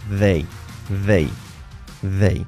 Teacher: Lengua entre los dientes y activando las cuerdas vocales. · Term: TH suave